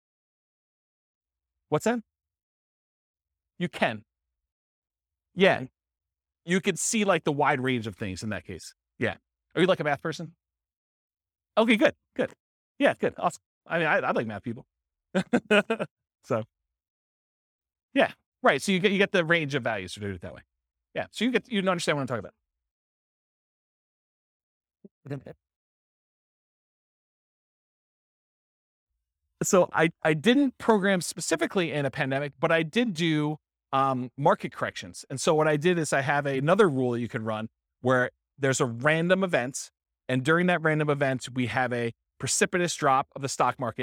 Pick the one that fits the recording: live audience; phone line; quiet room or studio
live audience